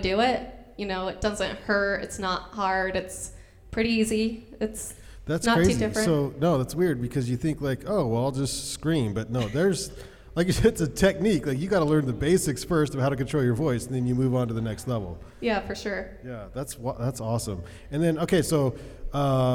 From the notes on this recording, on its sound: Van Sessions at The Monarch. Live from The Monarch Building in the heart of Ogden, Utah's Nine Rails Arts District.